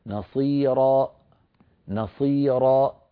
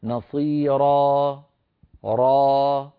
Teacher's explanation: أقفلت الوترين الصوتيين في الحنجرة، تعمدت إقفال الوترين الصوتيين فخرجت همزة، سأعيد نصيرا نصيرا، والصواب أن أقول نصيرا را، فأترك الوترين الصوتيين بعيدين عن بعضهما قليلا بحيث يمر منهما الصوت ويتلاشى صوت الألف ويخمد شيئا فشيئا · Shown in: second take · أما أن ينبتر مباشرة بإقفال الوترين سيؤدي هذا إلى خروج همزة ولا يصح.